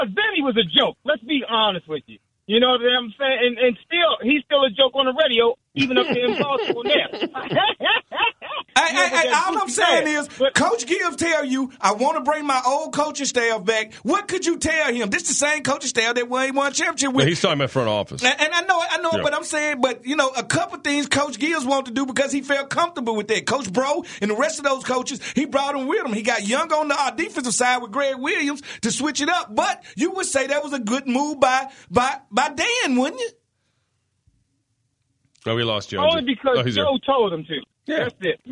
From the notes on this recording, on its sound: fans call in to give thoughts as well.